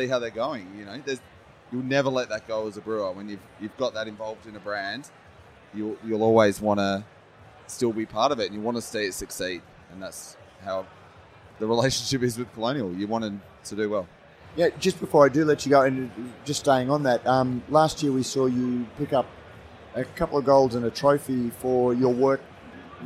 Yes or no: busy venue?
yes